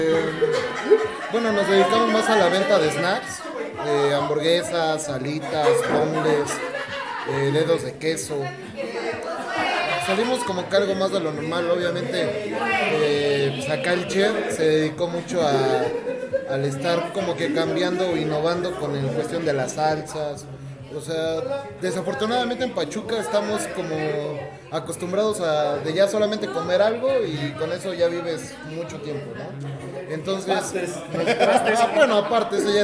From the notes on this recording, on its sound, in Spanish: EN VIVO DESDE EL MEXISNACKS